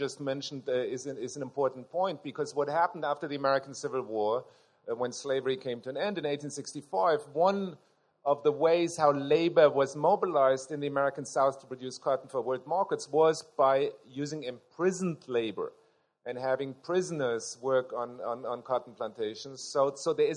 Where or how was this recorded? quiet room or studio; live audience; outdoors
live audience